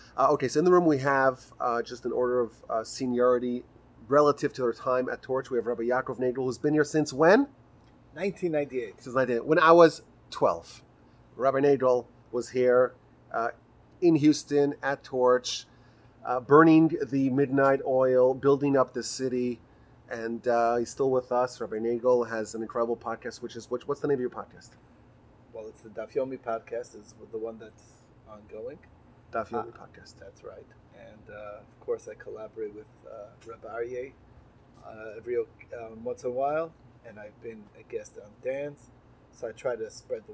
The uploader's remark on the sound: In honor of the festival of Sukkot, I gathered together with some of my TORCH podcaster colleagues to chat about the festival, it’s meaning, and lessons. In a decision that compromised the audio quality, we recorded inside a Sukkah, exposed to the elements and to all manner of ambient noise.